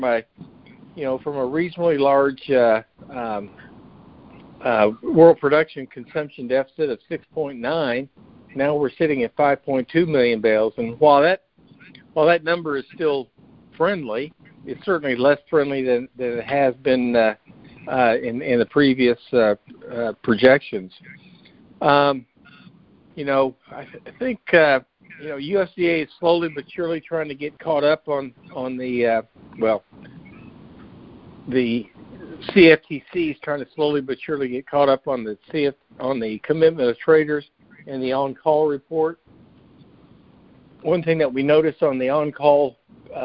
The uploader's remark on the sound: Monthly Conference Call